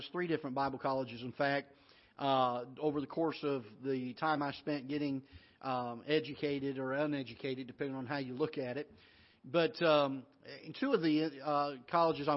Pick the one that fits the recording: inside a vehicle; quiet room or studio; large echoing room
large echoing room